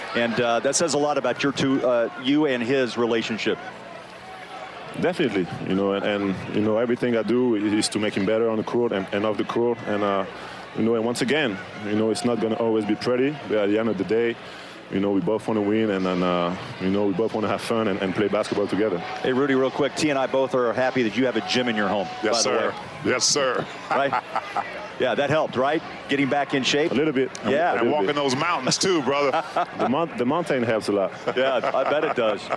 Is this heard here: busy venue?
yes